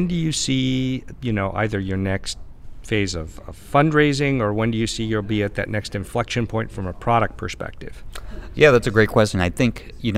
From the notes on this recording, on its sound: Recorded at the AI Applications Summit , produced in Boston by Corey Lane Partners in October 2018. This is Part 4 of a special six-part series recorded at the AI Applications Summit , produced in Boston by Corey Lane Partners in October 2018.